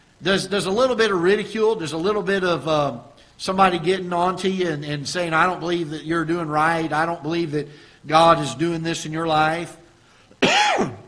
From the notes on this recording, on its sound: Ketha Heights Baptist Church ~ Live Broadcast.